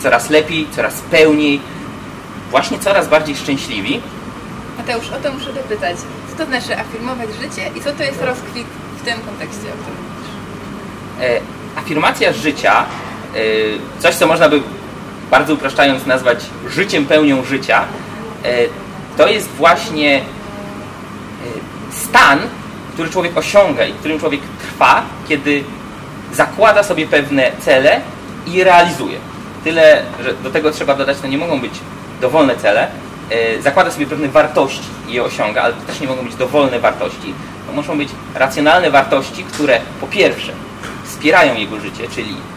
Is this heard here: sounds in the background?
yes